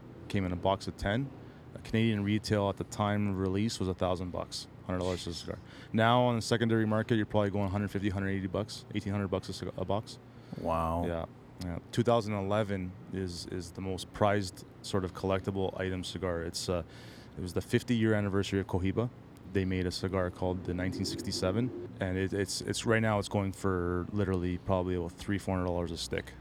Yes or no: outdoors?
yes